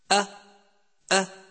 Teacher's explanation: أول صفات حرف الهمزة أنها حرف شديد. شديد أي ينحبس الصوت عند النطق بها كما مر معنا سابقا، فلا يجري الصوت عند النطق بهذا الحرف أ. ثانيا هو حرف مجهور، والجهر عكسه الهمس، ففي الجهر ينحبس النفس عند النطق بالحرف أمر.